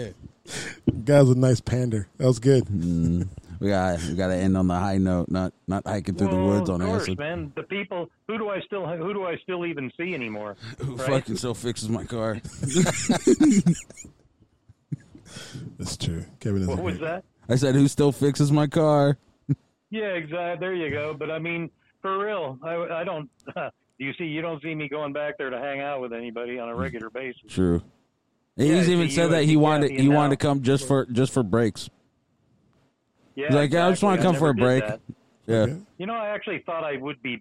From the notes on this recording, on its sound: we finally get that charger fan on the phone